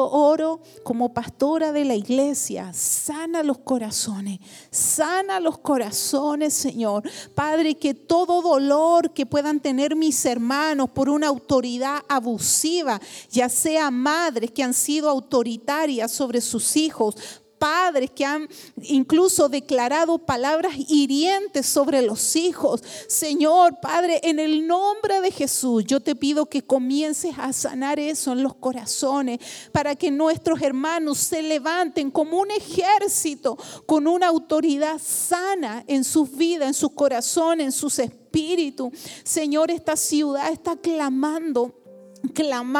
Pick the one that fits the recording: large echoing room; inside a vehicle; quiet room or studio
large echoing room